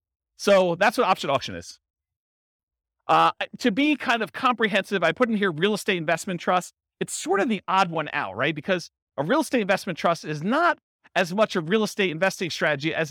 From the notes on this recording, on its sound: In Palm Bay, Florida. This was a live class recorded to give investors a solid qualitative overview of all the different real estate investing strategies.